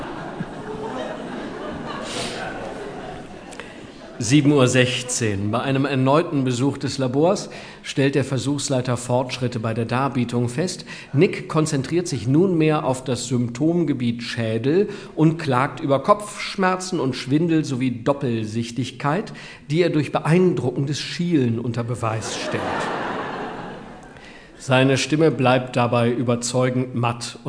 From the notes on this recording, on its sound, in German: Live-Mitschnitt. Herausgeber: Der Hörverlag.